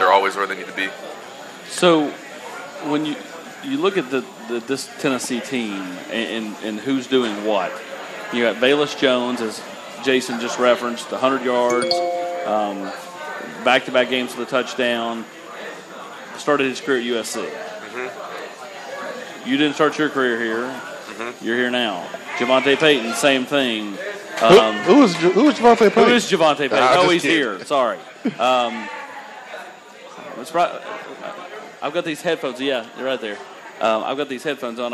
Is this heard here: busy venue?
yes